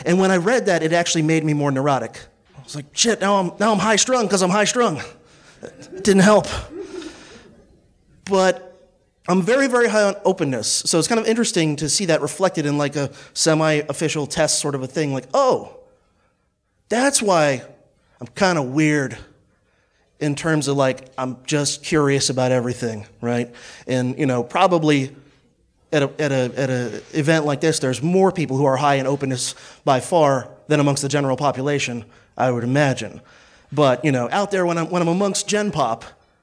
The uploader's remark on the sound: presentation delivered on Sunday, June 24th, 2018, at the 6th Midwest Peace & Liberty Fest in Michigan